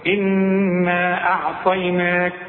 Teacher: إحنا بنقرأ بمد المنفصل ده، بنمده أربع حركات